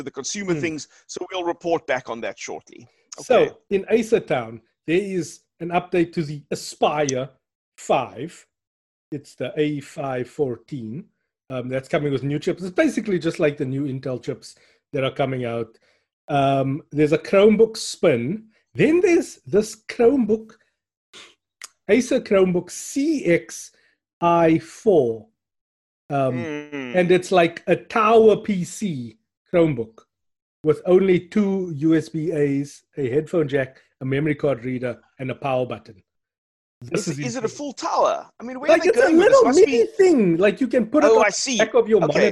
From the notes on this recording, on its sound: Zoomcast. Recorded via Zoom.